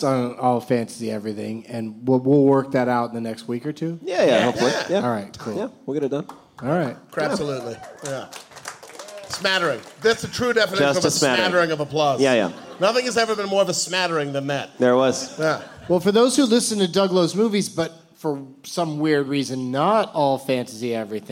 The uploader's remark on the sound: Live from the Improv in Brea